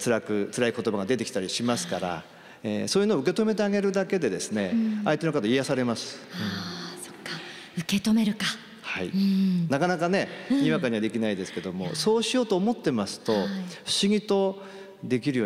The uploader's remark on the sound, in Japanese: 秋田県横手市で行われた番組公開録音の模様をお届けします